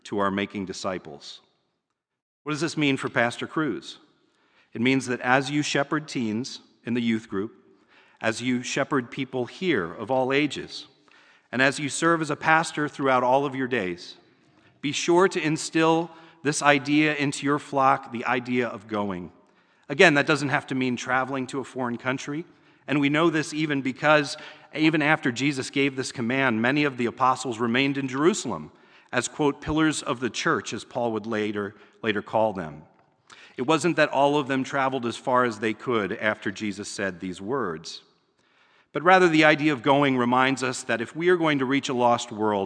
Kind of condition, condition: setting, large echoing room